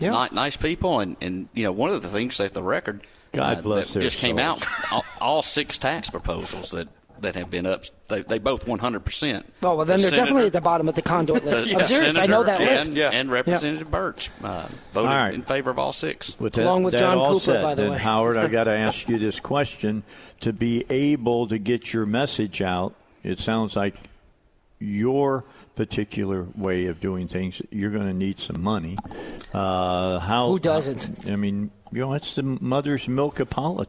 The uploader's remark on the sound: Live at the State Capitol for Filing Day!